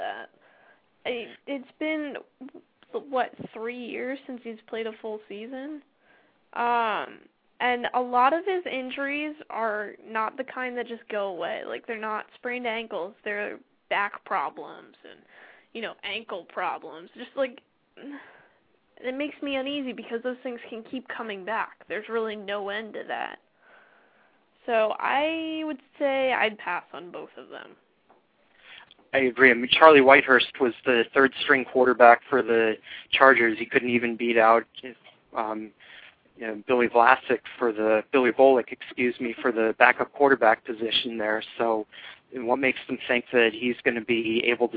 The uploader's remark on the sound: fan interaction via phone